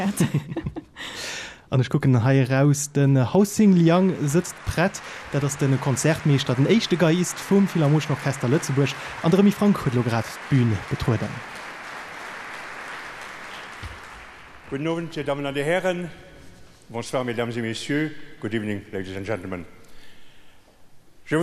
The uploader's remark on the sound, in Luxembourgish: ICMA-Gala 2022. De radio 100,7 iwwerdréit dëse Concert live aus der Philharmonie.